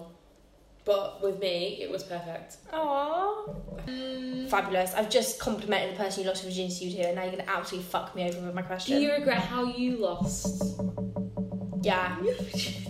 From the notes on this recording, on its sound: apologies for the background noise